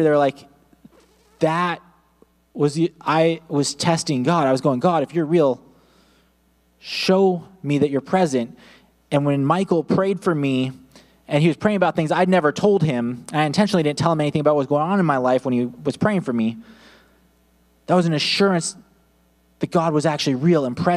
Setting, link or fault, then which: setting, large echoing room